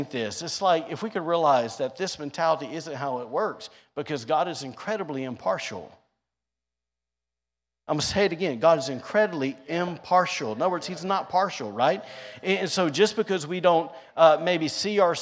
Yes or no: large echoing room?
yes